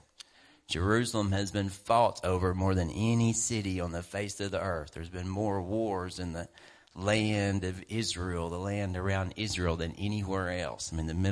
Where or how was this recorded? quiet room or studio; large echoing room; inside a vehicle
large echoing room